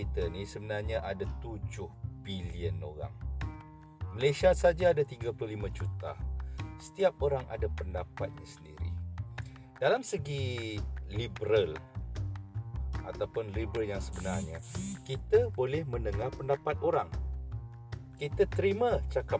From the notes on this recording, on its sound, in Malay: Membawang di outdoor tengah testing podcast pakai phone. Podcast ini di lakukan hanya menggunakan handphone sahaja. Outdoor dan pakai wireless headphone and mic..